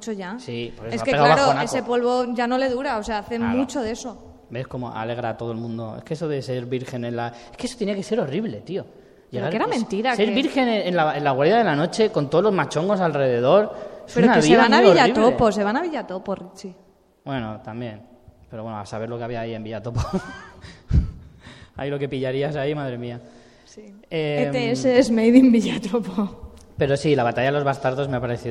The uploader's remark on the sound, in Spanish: Directo en FanCON 2016. Ya podéis escuchar el programa que grabamos en directo en Fancon Barcelona. Además contamos con un público maravilloso que también participó en la grabación.